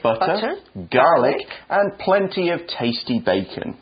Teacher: You go up on the first two items and down on the third.